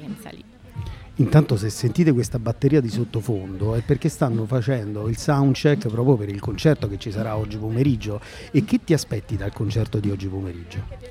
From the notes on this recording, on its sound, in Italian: La puntata è stata infatti registrata in un podcast live poco prima del Joy Music Fest nel parco di fronte al Baky Bay di Bellaria Igea marina